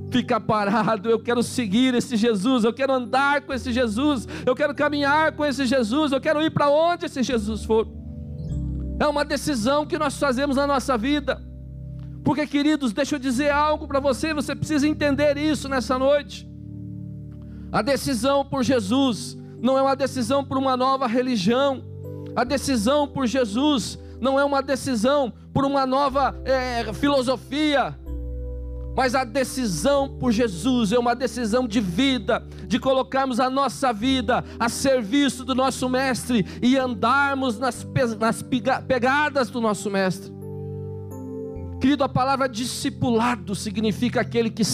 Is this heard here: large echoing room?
yes